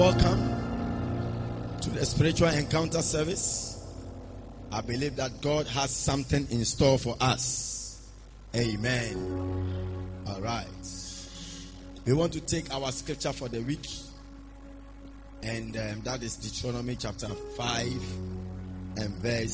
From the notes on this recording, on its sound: Preached at the Spiritual Encounter Service.